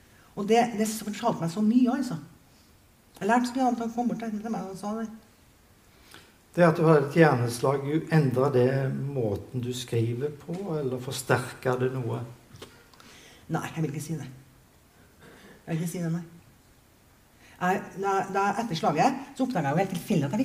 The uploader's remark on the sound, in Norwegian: Innspilt i kinosal 1 i Sølvberget bibliotek og kulturhus i september 2023.